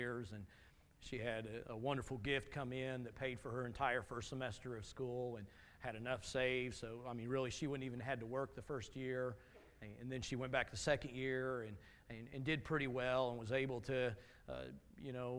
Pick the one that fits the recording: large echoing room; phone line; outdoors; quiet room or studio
large echoing room